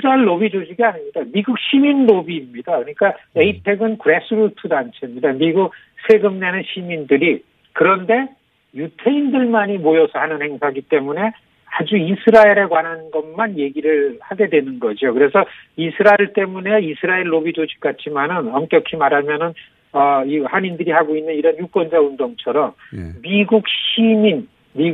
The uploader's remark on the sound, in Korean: 전화연결.